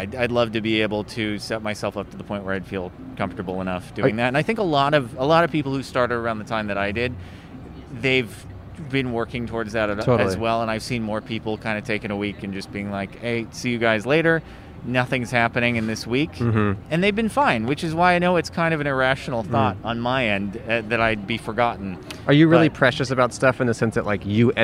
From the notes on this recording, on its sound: We set up outside the iconic shoe store Skechers. Recorded on N San Fernando Blvd in Burbank, CA.